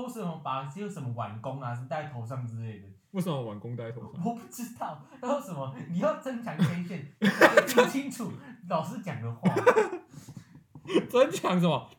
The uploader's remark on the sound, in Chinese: 今天台中一樣下著雨。錄音設備不佳請見諒。戴牙套錄音口齒不清。